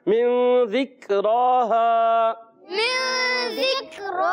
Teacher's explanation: کھڑی حرکات کو ایک الف کھینچ کر ادا کرنا ہے. حرف مدہ ہا الف زبر ہا، ہا کی ادائیگی کلیئر رکھنی ہے اور وقف کی صورت میں حرف مدہ کو باقی رکھ کے پڑھتے ہیں.